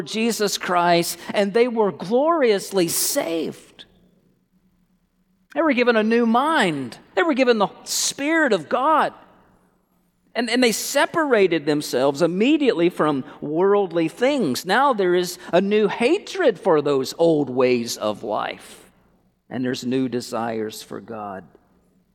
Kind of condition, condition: setting, large echoing room